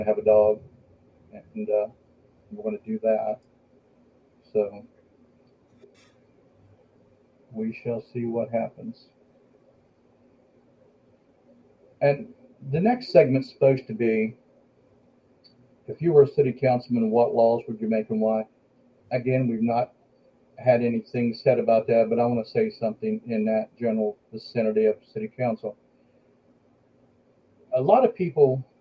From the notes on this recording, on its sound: We were plagued with technical difficulties from “Action!” to “Cut!”. Was unable to connect to our studio.